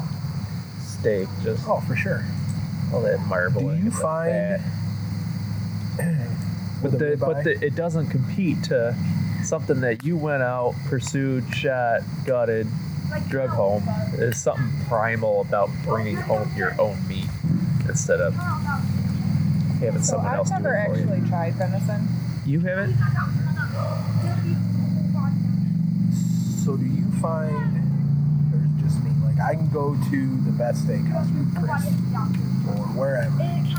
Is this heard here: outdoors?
yes